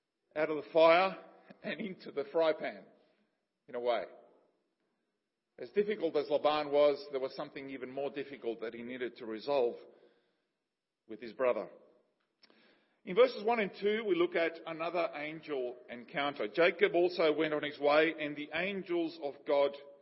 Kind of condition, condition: setting, large echoing room